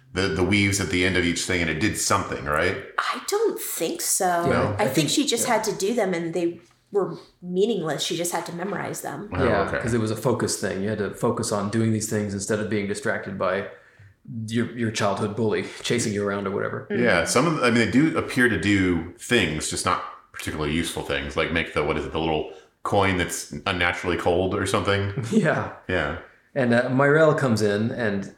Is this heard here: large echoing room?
no